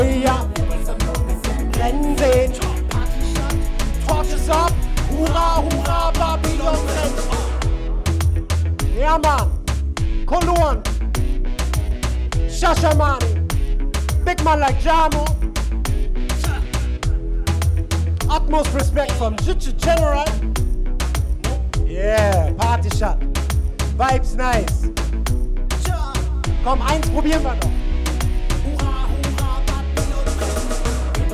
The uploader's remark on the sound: this is the Audio of the Dance